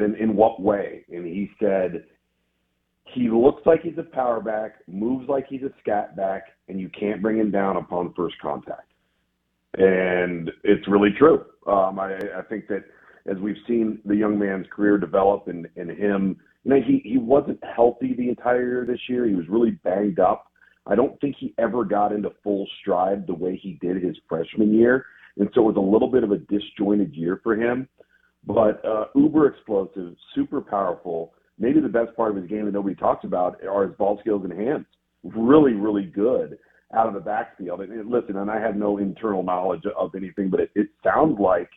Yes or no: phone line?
yes